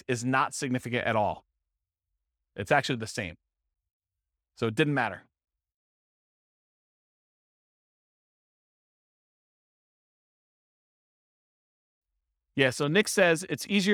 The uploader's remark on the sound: This was a live class recorded